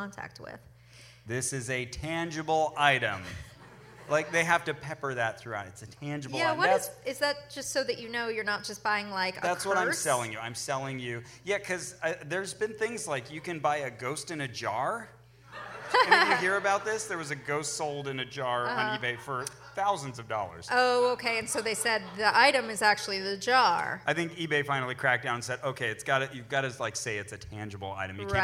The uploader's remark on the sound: Portland Live Show Edition. Live from the Mission Theater in Portland, Oregon.